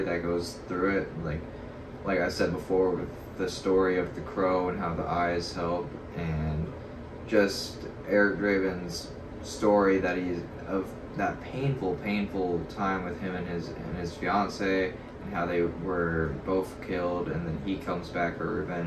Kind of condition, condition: fault, poor microphone